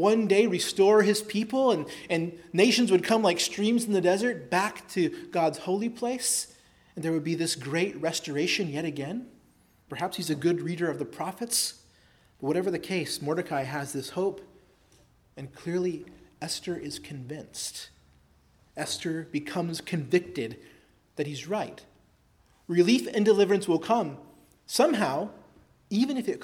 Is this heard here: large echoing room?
yes